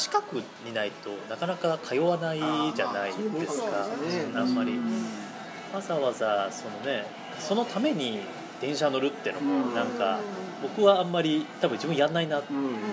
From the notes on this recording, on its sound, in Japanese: 東中野にあるSunday Jam's Clubで収録させてもらいました！今回はSunday Jam's Clubさんにご協力いただき、店内で収録させていただきました。(特に序盤)声が小さくて聞き取りにくいかもしれません(ごめんなさい)。